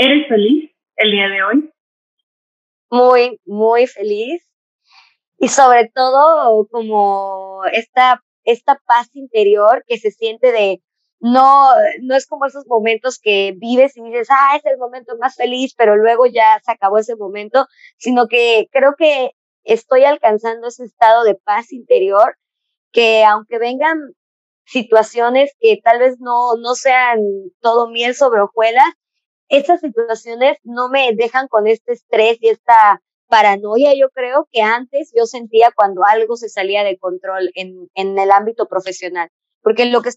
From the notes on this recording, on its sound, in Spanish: Gracias por tu paciencia con el audio